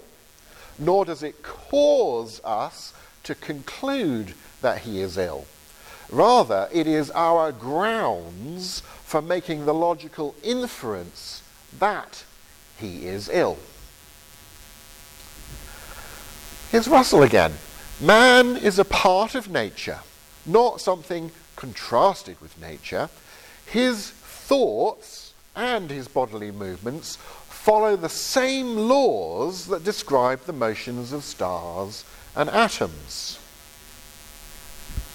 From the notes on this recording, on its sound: Lecture from the October 2023 Veritas Conference in Grimstad, Norway.